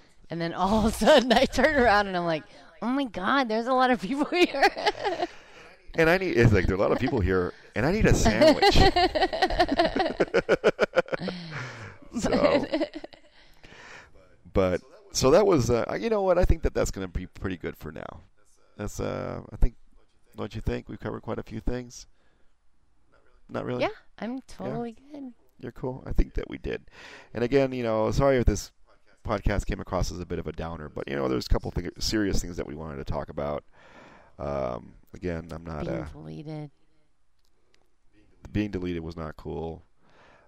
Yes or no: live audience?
no